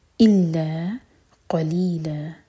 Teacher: قاف ہیوی اور ان میں لا دو حرکہ لمبا، یہ ہے مد عوض عن التنوین.